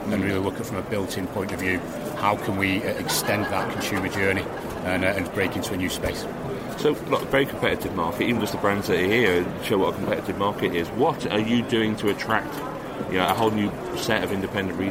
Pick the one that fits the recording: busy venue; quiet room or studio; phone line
busy venue